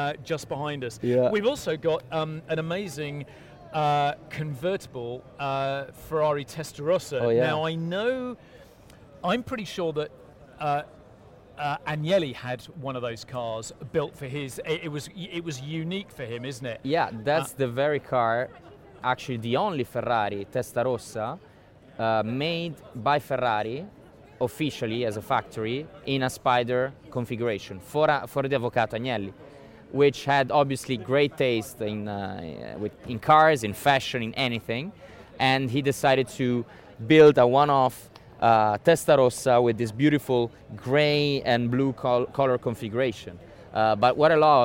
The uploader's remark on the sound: Live from Savile Row. Chat live from the inaugural Savile Row Concours where traditional British tailoring meets a wonderful display of incredible cars, right in the heart of London.